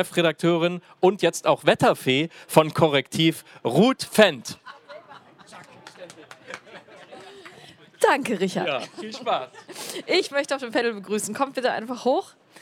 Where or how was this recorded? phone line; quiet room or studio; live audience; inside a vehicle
live audience